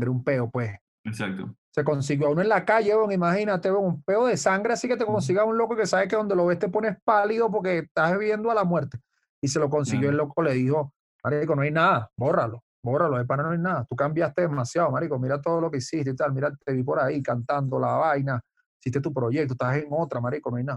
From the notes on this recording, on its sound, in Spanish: El Music Deal se conecta vía zoom con un hermano de la casa